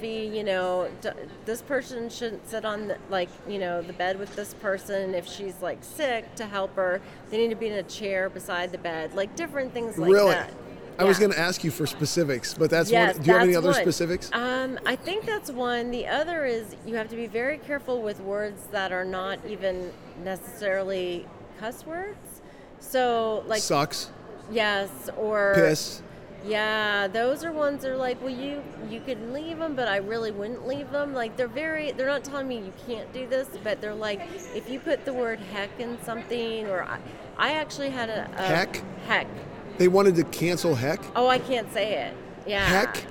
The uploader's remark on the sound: LIVE from CPE 2022!